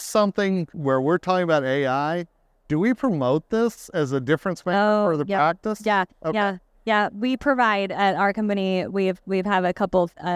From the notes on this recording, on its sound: recorded during SmileCon in Orlando, Fla.